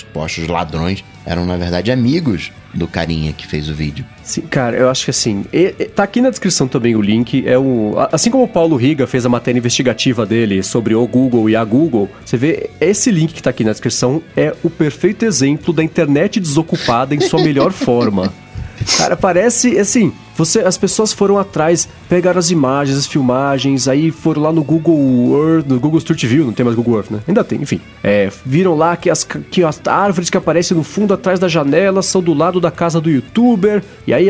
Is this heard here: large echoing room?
no